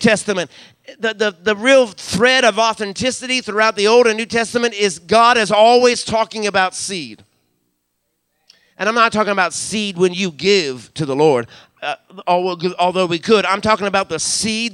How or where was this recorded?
large echoing room